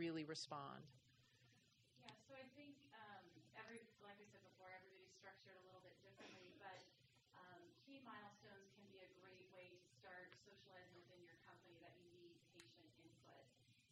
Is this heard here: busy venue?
yes